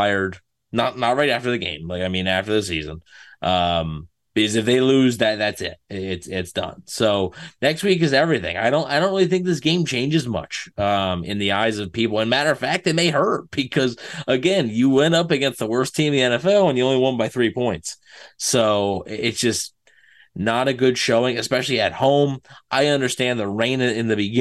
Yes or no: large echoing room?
no